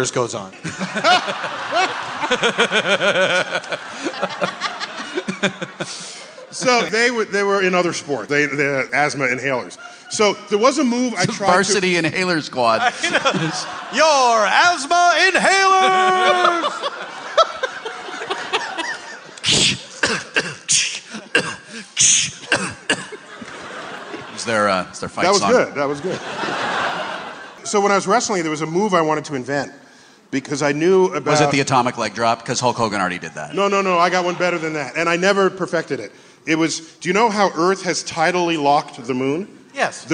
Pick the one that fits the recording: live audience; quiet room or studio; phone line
live audience